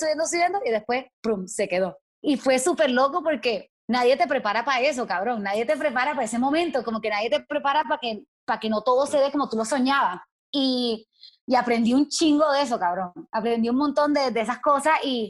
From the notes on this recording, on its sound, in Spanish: El Music Deal se conecta vía Zoom